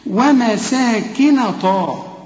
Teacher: النون هنا مرققة، الطاء هنا مفخمة